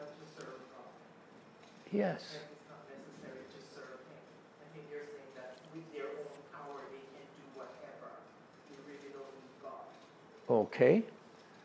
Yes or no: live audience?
yes